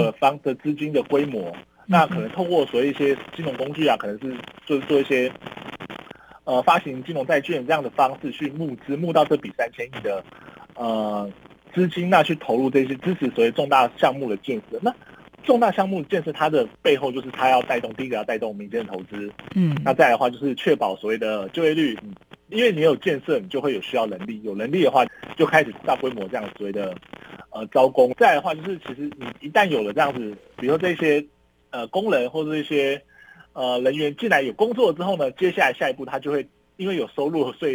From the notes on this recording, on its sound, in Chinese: 連線訪問中央社駐上海記者